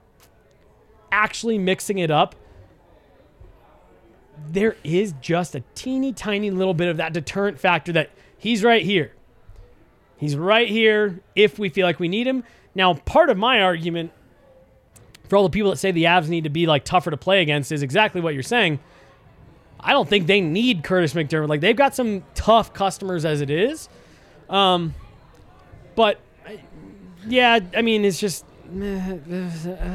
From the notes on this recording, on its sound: come to you LIVE from the DNVR Bar